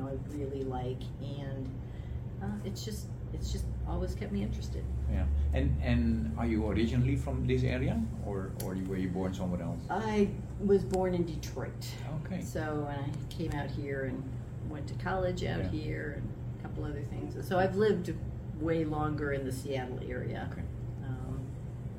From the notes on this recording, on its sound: Episode 109 was recorded at the West Seattle food bank, so the quality of the recording is below